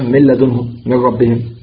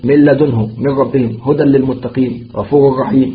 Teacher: ذهبت النون وذهبت صفتها، لأنه إدغام بغير غنة